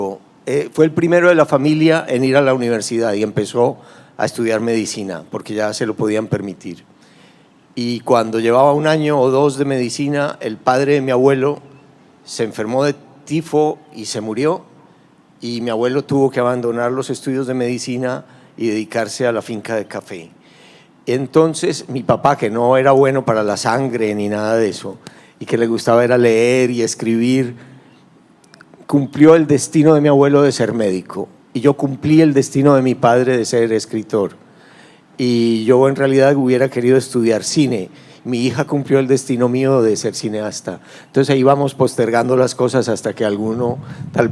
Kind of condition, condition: setting, live audience